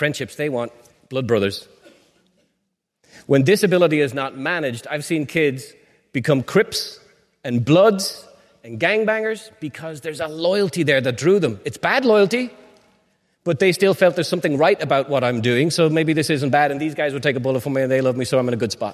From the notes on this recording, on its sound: Part of a live recording from The Peak Experience.